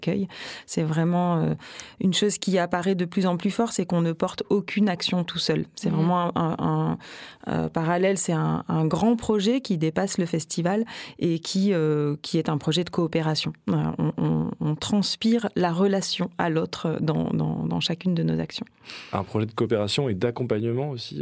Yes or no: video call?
no